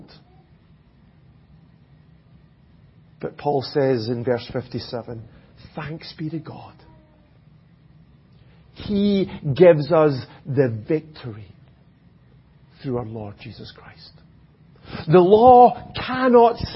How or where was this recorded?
large echoing room